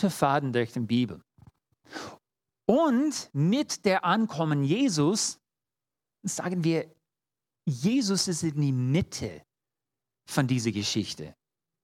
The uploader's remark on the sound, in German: In der Gemeinde Kaleo Schopfheim aufgenommen.